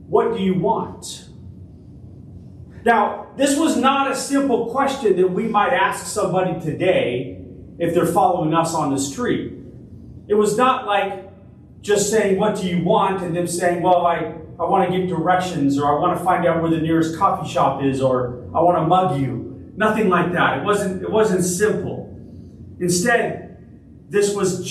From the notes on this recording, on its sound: Originally delivered on September 3, 2023 at Crossroads Christian Fellowship in San Antonio, TX